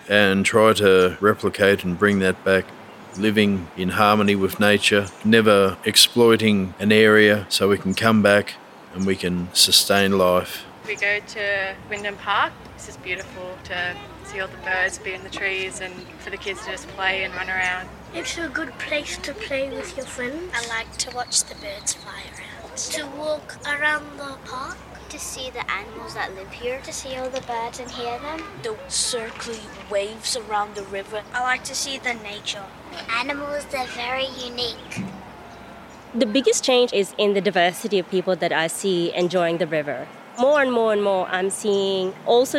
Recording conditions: outdoors